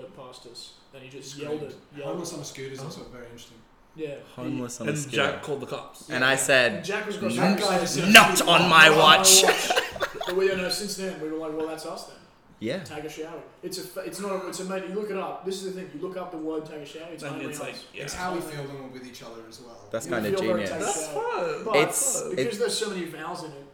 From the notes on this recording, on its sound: horrific mic positioning